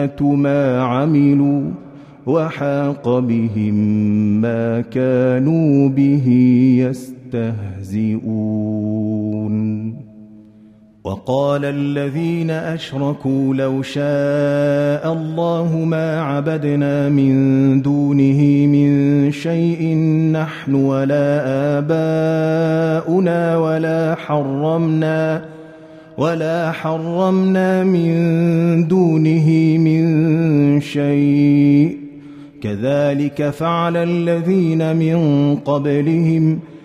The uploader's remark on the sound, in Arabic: مسجل من صلاة التراويح بمسجد السلام بحي مشرفة بجدة.